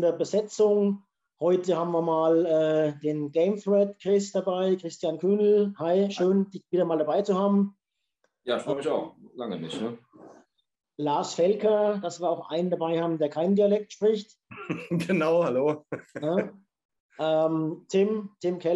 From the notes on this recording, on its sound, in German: Entschuldigt für die erneuten Tonprobleme, wir arbeiten dran.